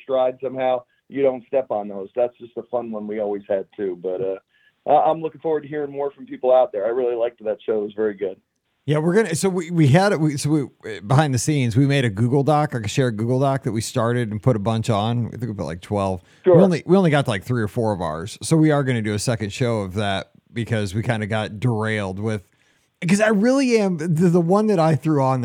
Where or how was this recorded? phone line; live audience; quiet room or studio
phone line